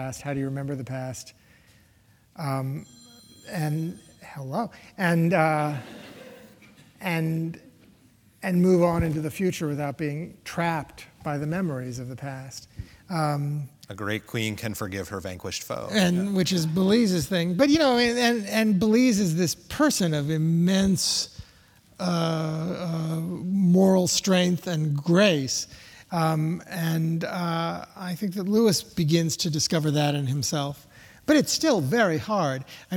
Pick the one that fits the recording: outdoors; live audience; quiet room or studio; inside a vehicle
live audience